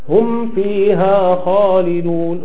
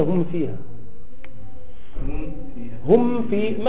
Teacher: تحاول أن تخلص الميم الساكنة من الفاء، تخلصها، لأن هناك اقتراب نفس المخرج فقد تختفي فيها · Shown in: first take